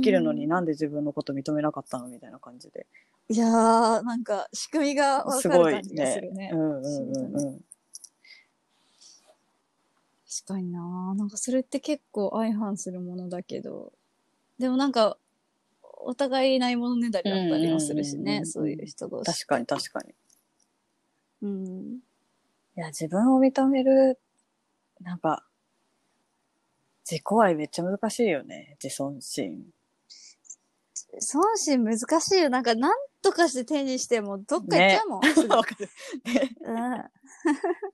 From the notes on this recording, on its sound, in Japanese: 緊急事態宣言の発出に基づき、リモート環境にて収録しております。ふだんの配信よりも聞きづらい箇所などあるかもしれませんが。